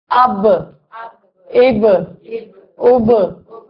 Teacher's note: थोड़ा सा गीला हिस्सा जो है वो होंठों का हम मिलता है, तो ये जो है वो बा निकलती है।